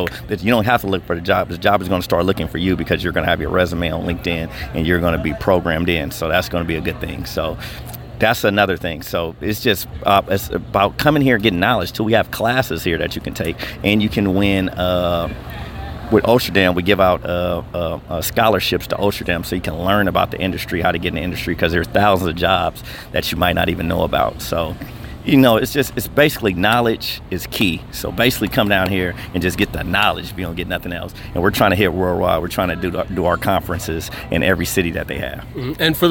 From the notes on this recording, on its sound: during the Trenton Cannabis Career Conference at HUB 13 Downtown Trenton NJ